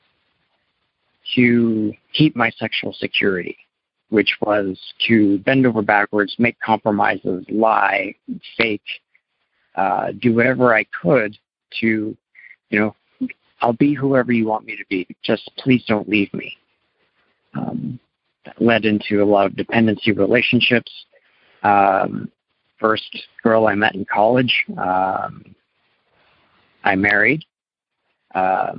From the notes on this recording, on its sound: Maine - Monday Noon Phone Speaker Series.